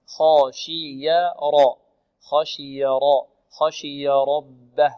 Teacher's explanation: خشي والشين والياء مرققتان والراء مفخمة، خشي راء خشي راء خشي ربه راء ربه، والباء مرققة ربه، نوضح الهاء ربه.